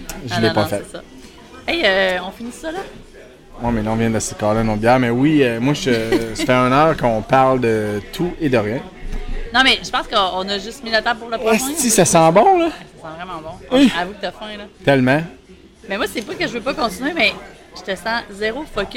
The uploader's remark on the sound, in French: À travers quelques bruits ambiants. Nos cellulaires et notre GoPro nous ont abandonnés sous la chaleur torride des Îles.